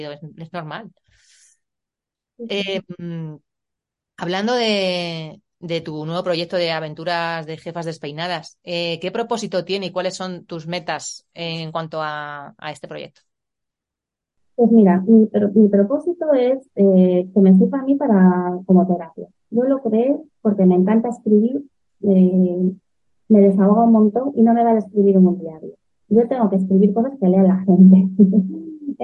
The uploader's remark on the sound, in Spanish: Pero antes de que le des al play, te aviso, el audio es de bastante mala calidad. He hecho lo que he podido para mejorarlo, pero el resultado tampoco ha sido bueno.